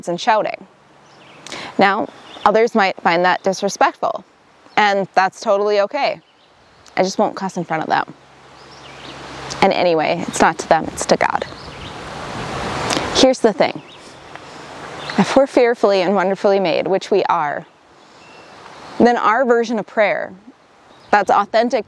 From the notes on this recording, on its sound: enjoying some time at Itasca State Park last weekend when she recorded this message